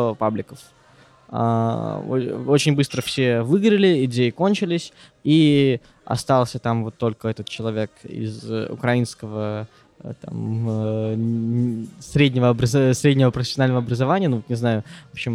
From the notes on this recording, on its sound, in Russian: В этом подкасте, который мы записали прямо в кафе. Подкаст был записан еще в начале лета.